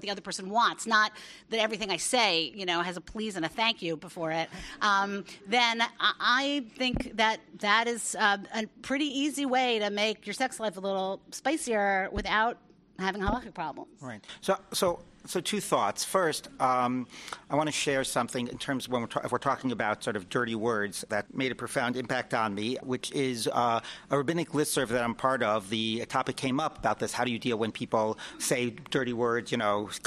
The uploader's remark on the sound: This episode is a re-release, and was originally recorded at Limmud NY in 2016.